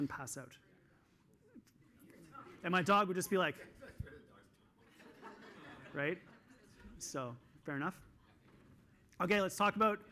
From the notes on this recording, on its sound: This week I'm sharing the second session that I did at the EPIC Conference in Toronto in December of 2022.